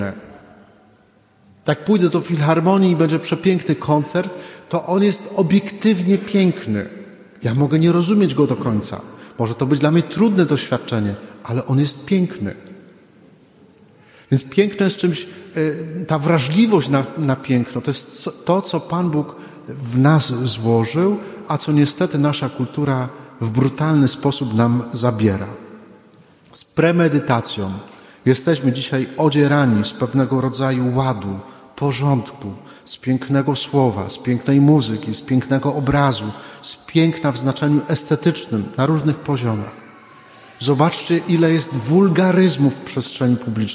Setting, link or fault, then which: setting, large echoing room